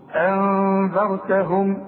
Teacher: شوف أنذرتهم، شوف أن نون سكنة بدون تشكيل بعدها الذال، والذال تطلع لسانك فيها، اخفي وغن · Term: الإخفاء